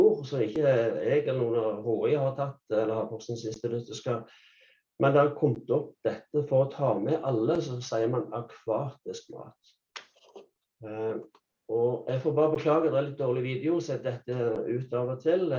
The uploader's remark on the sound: Live Zoom